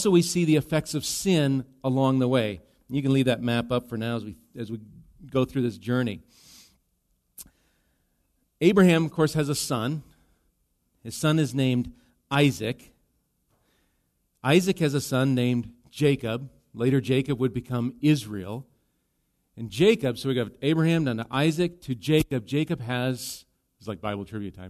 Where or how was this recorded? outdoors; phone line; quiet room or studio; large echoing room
large echoing room